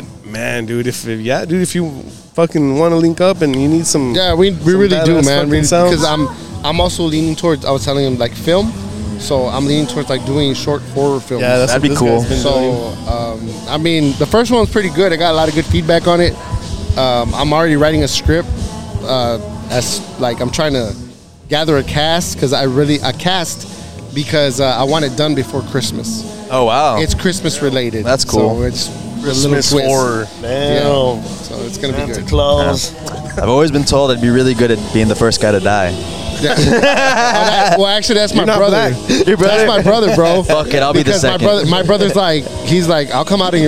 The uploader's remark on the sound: live from Beer Fest '23 at The Moon Rock in Harlingen, Tx.